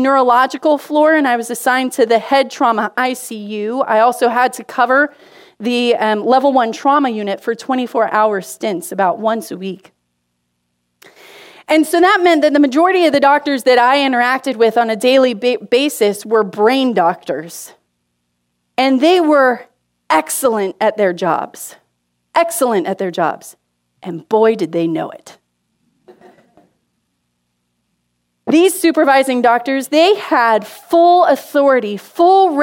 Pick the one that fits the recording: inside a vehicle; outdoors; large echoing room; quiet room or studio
large echoing room